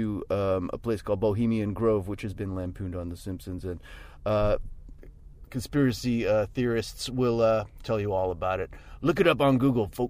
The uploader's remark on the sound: I had a few beers in the van. When the band stopped in Vancouver celebrating their 15th anniversary tour.